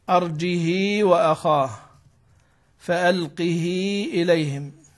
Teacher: مذهبه الإشباع، الإشباع بمعنى أن يشبع الكسرة